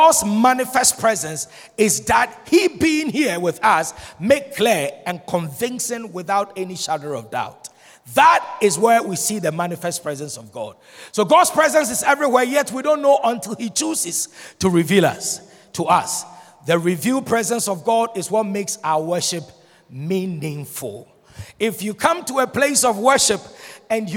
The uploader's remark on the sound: Sermon preached at Shiashie Campus